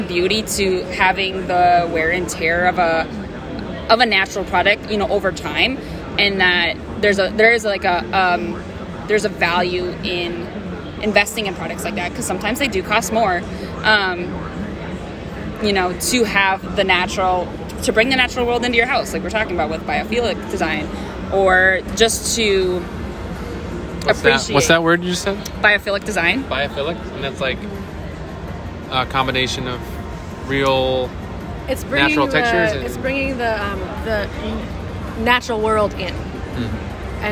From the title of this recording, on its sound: Live from IBS/KBIS 2022